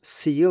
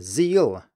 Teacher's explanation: If we take the two words seal and zeal, they mean different things, and the only difference between those two is the voicing of the S at the beginning